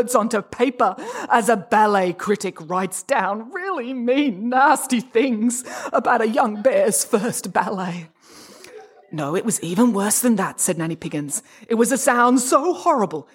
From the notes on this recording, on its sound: This episode was recorded live on stage at the Riverside Theatre in Parramatta, Sydney.